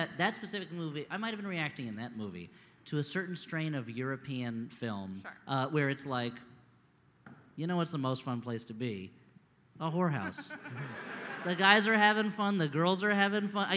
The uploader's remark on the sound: We dig into our vaults to bring you this live The Great Wall episode, from the Philly Podcast Festival!